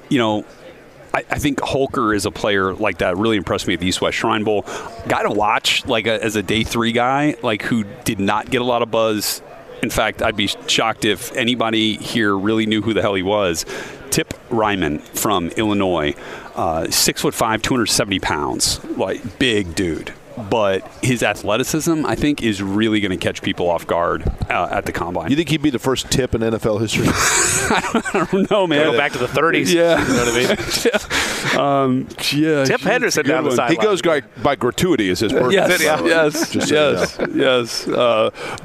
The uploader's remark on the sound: live from radio row at the NFL Combine